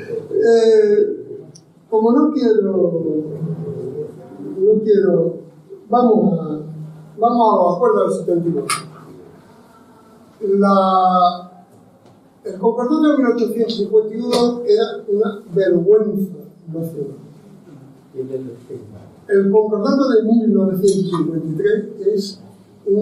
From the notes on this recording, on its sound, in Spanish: Os dejamos el audio de la charla que tuvo lugar en la Facultad de Geografía e Historia de la Universidad de Sevilla. El audio es extraído de los vídeos de las diferentes jornadas, los hemos mejorado dentro de lo que se puede, pero al ser sonido ambiente puede llevar algún sonido incontrolado.